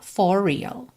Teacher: for termina em R, real começa em R, você não diz for real, você junta num R só